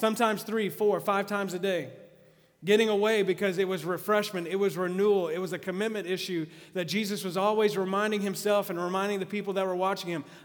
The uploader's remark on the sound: Message recorded live at The Fellowship at Two Rivers. Live Like Jesus- TR campus.